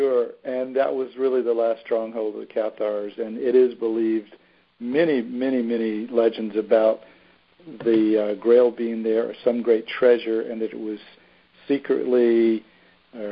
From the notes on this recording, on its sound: Mystical France Pilgrimage Teleconference.